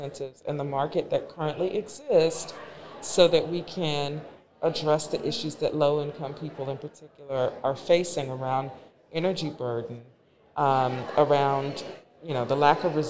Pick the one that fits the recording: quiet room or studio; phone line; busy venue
busy venue